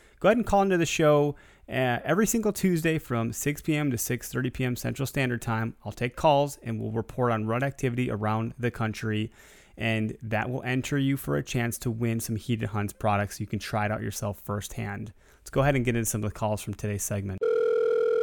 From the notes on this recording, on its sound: Our listeners called into the show. Take a couple calls about velvet buck sightings!